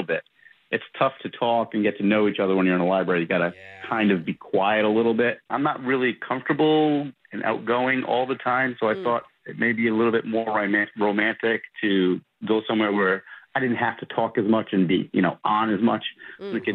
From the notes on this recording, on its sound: The guy on the phone today